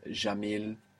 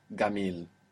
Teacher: So this go sound is actually quite Egyptian · Shown in: second take